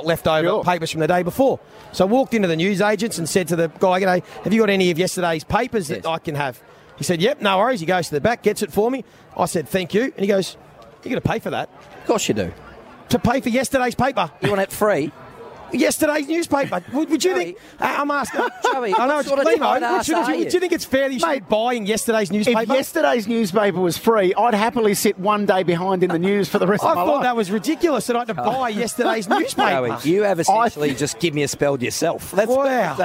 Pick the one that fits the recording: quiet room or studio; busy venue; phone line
busy venue